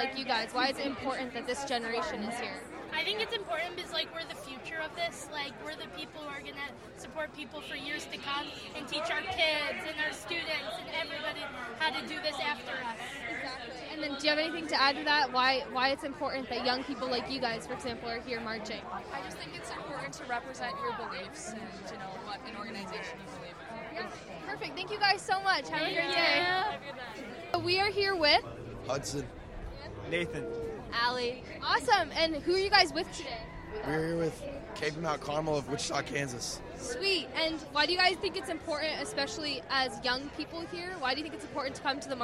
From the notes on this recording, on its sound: joined with tens of thousands of other pro-lifers to witness for life at the March for Life 2024 in Washington, DC